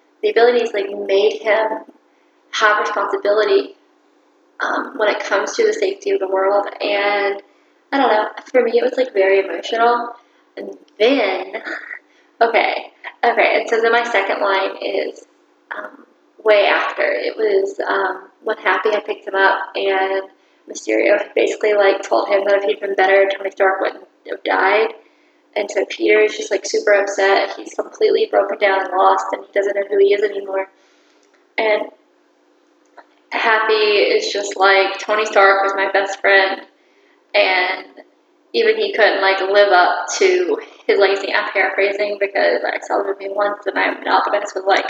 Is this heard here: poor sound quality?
yes